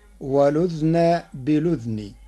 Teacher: قرأ ورش كلمتي والأذن بالأذن بإسكان الذال معا، فتصير ولذن بلذن مع نقل حركة الهمز إلى الساكن قبلها.